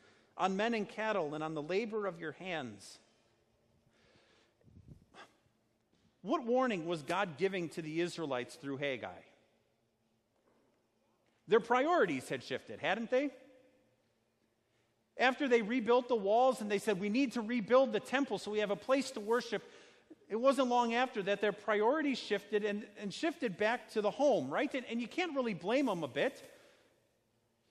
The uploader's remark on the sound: A sermon based on Haggai 1:1-11 preached at Our Savior Lutheran Church in Birmingham, AL, on Sunday, August 11th, 2019.